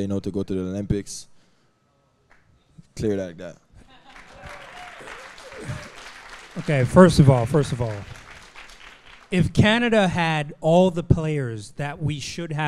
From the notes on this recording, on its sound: Who invited Hustle Play to record at their live show this week.